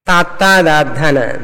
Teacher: తా నాలిక వెళ్ళి ఆ చిగుళ్ళకు తగులుతుంది పైన నాలిక · Term: దంత్యములు